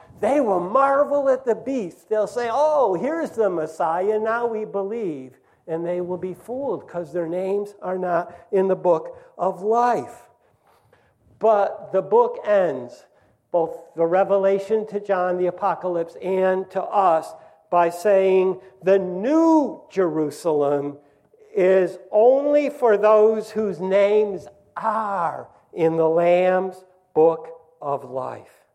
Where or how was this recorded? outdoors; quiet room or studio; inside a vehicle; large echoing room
large echoing room